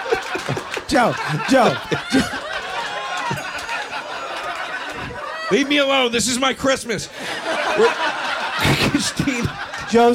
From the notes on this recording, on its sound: Recorded before a packed crowd at the world famous Village Underground in New York City!